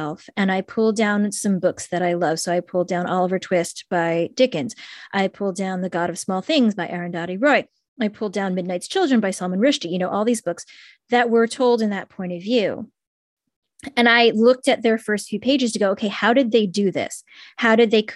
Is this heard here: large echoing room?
no